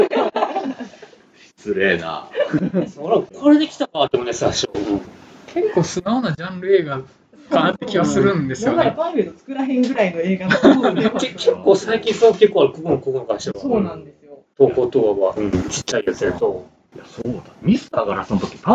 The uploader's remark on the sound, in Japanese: 録音環境の問題で低音質です。